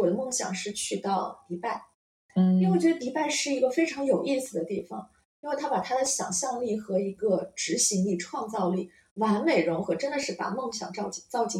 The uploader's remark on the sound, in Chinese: 這集錄音時發生點意外，聲音不太好，後期努力調整了，但還是不太行。